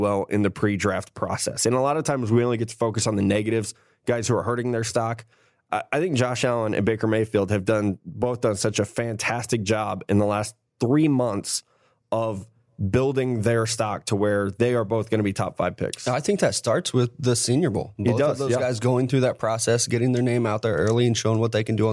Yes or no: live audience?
no